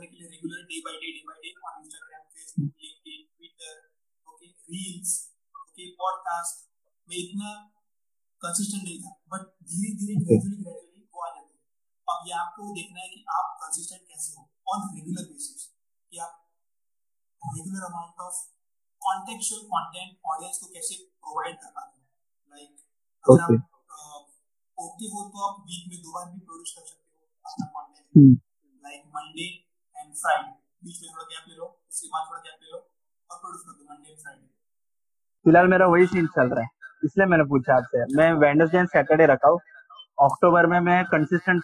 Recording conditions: drop-outs